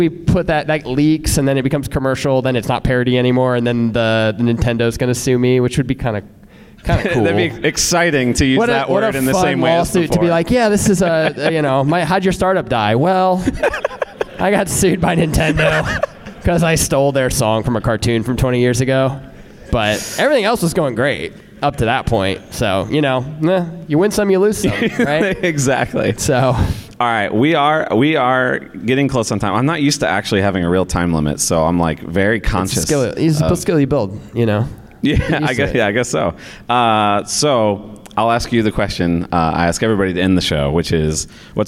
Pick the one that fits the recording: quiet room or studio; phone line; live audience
live audience